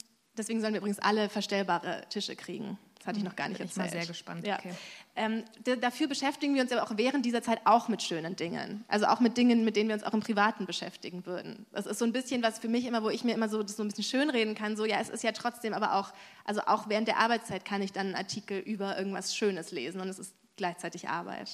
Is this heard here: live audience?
yes